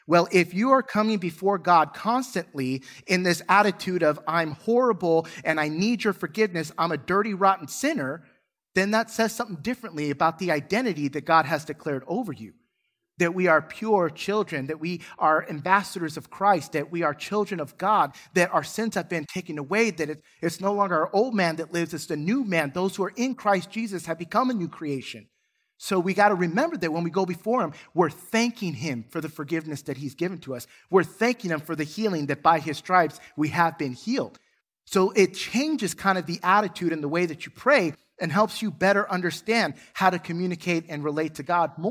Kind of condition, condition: setting, large echoing room